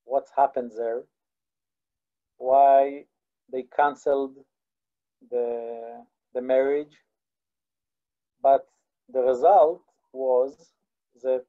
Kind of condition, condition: link, video call